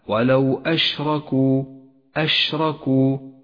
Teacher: ينتشر حرف الشين في الفم مما يساعده على الوضوح والظهور، والشين هو حرف التفشي الوحيد أشركوا. · Term: صفة التفشي